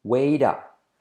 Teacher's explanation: La T se convierte en re suave, semiclave.